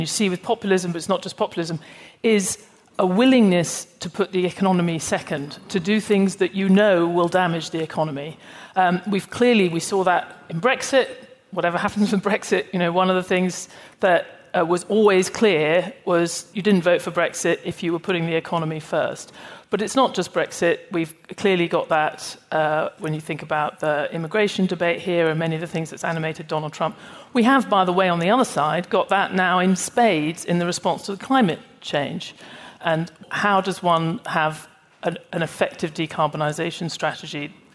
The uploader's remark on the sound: A special episode from the annual meetings of the Fund and World Bank in Washington.